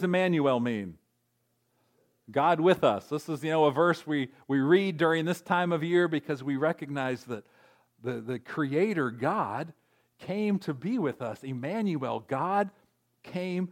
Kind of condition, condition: setting, large echoing room